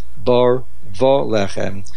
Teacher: So therefore, the vav hachibur changes from v to va